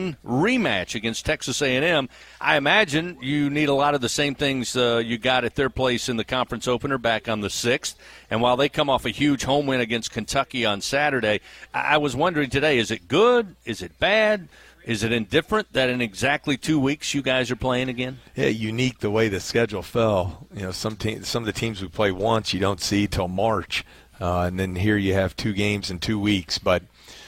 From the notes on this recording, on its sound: Radio call-in show. Aired live from TJ Ribs on Acadian Thruway.